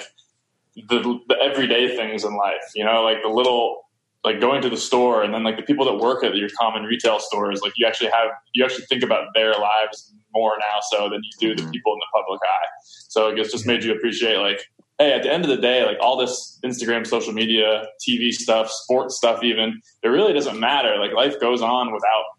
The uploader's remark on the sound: meet up on Zoom